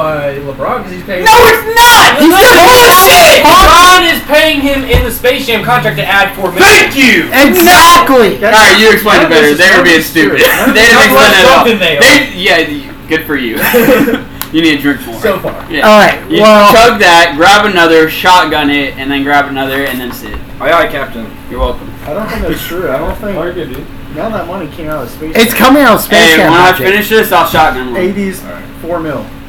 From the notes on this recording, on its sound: In this episode we really dive into the bar room talk with a lot of background noise coming from others in the room. Sorry about the background noise. We were not using mics or sound blockers because I got drunk and did not realize the mic was not plugged in until after.